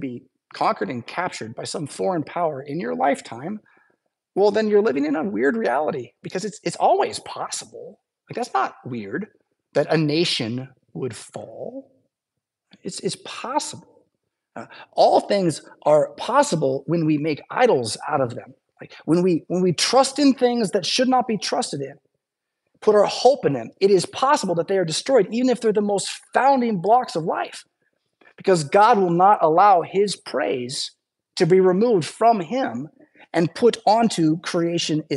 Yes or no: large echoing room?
yes